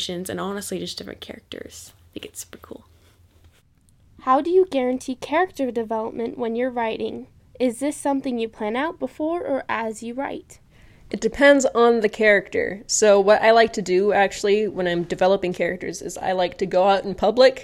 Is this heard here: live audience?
no